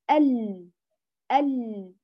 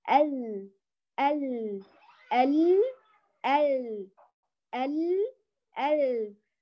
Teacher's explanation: الأولى خرجت من المخرج دقيقا والثانية خرجت قرب المخرج